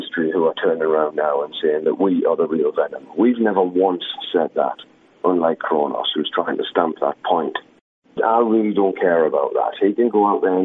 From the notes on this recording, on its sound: This interview was recorded by phone.